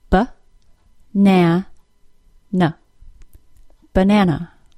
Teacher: the stress is on the middle syllable. Both the first and third syllable of banana are reduced to schwa